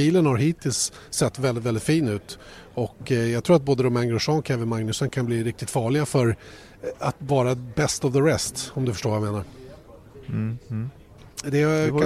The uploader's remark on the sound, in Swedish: Veckans F1-podd är inspelad mitt under brinnande F1-tester nere i Barcelona